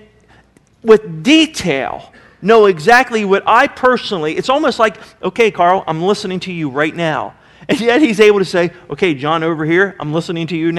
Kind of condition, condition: setting, large echoing room